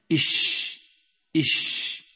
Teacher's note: حرف الشين يخرج من وسط اللسان وما يحاذيه من الحنك الأعلى